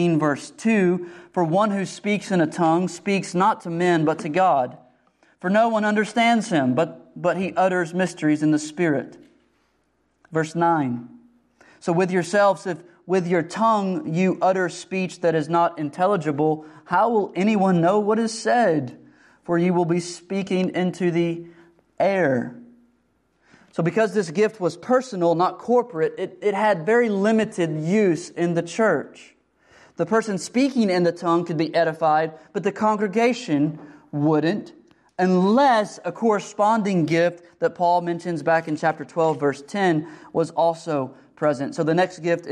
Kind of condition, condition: setting, large echoing room